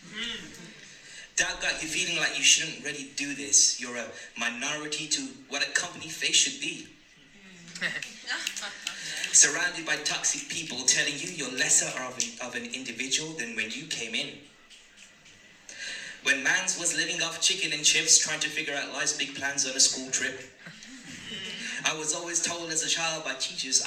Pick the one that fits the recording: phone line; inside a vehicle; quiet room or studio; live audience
live audience